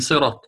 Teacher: لكن الطاء التي في صراط الحرف المستعلي حال بين الراء وبين الترقيق